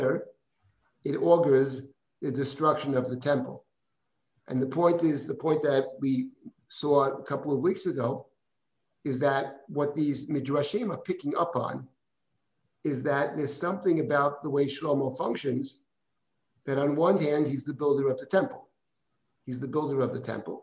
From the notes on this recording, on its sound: This audio was originally captured from Zoom